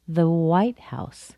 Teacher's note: I no longer stressed house. I stressed white. · Term: compound noun